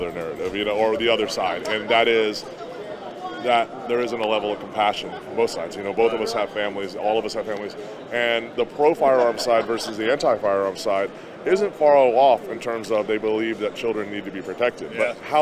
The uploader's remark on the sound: interviews vendors and attendees at the 2022 NRA Annual Meetings & Exhibits in Houston